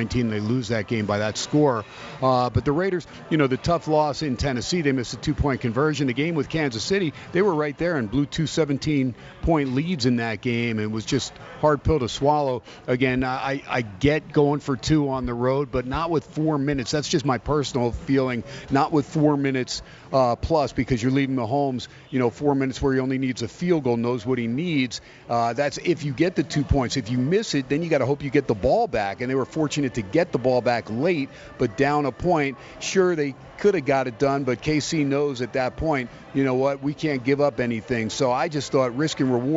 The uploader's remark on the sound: "Live" from Steiner's Pub in Las Vegas